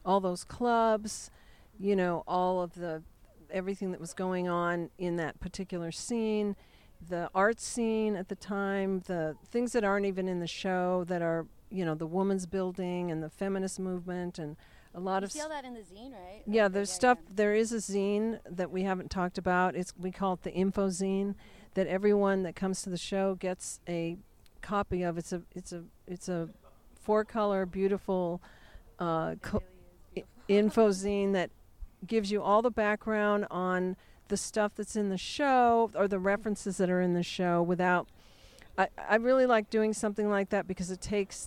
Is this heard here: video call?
no